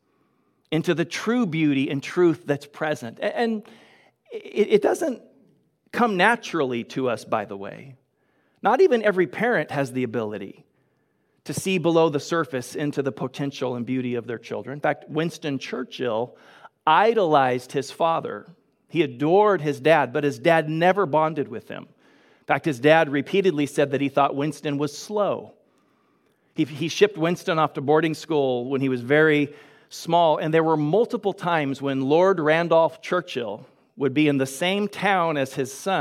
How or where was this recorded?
large echoing room